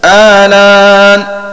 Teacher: بنقل حركة الهمزة الثانية إلى اللام مع حذف الهمزة هكذا آلان، فورش على أصله في النقل.